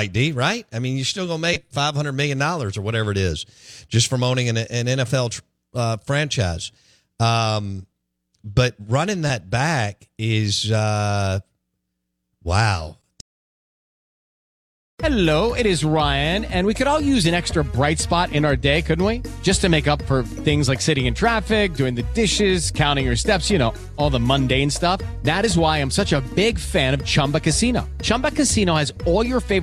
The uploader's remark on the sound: Joins the show on the Farm Bureau guest line. Live in the BankPlus Studio.